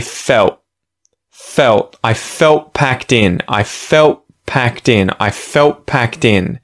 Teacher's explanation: The L is becoming the dark L because it's after a vowel and it is followed by a consonant